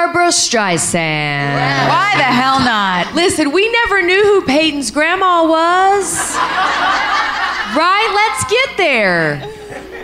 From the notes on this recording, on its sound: wrap up their road trip with a Q&A live from Philly!